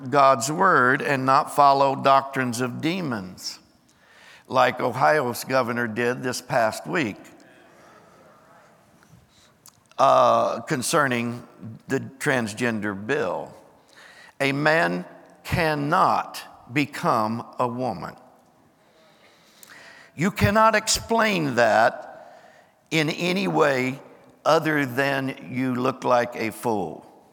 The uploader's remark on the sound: Recorded live on 12/31/23.